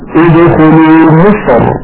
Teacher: مصر لو وقفنا عليها ادخلوا مصر الراء ساكن وقبلها حرف استعلاء ساكن وقبل هذا الحرف الساكن مكسور، فلنا هنا أيضا وجهان، لنا أن نسخن الراء مراعاة لحرف الاستعلاء المجاور لها، ولنا أن نرقق هذه الراء مراعاة للكسرة التي قبل حرف الاستعلاء